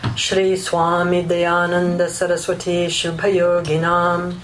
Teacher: The subtle little thing here is that because of the conjunct consonant of swa, that conjunct consonant makes the swa a little longer than the mi, and it makes a difference in the rhythm.